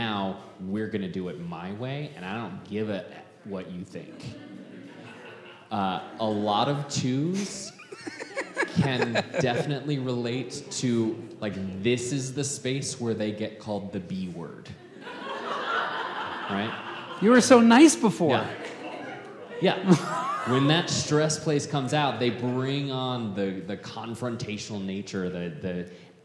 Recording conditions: live audience